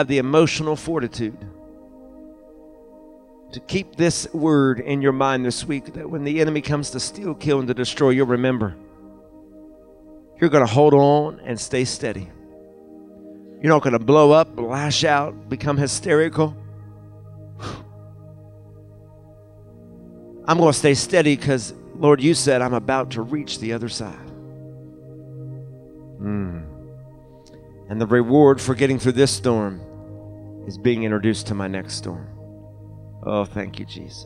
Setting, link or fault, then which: setting, large echoing room